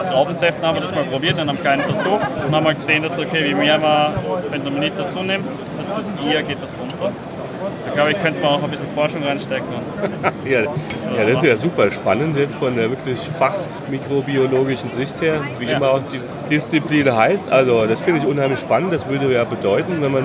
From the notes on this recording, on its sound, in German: ProWein Special. Live von der weltgrößten Weinmesse „ProWein“.